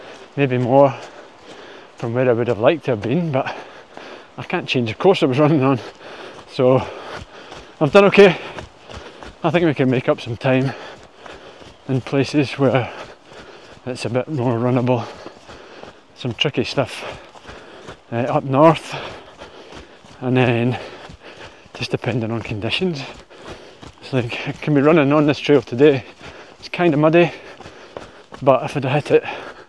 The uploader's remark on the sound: responds "live" from the trail